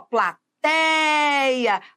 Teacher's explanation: a sílaba tônica é o tei e a vogal tônica, ela estará sempre dentro da sílaba tônica, é o é